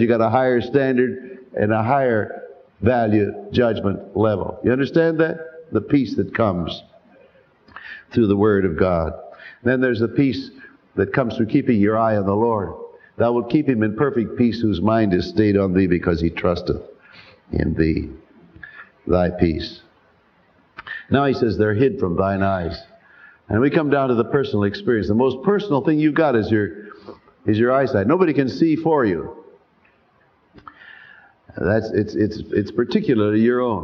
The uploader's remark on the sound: Sermon, preached live. At Calvary Baptist Church, New York City.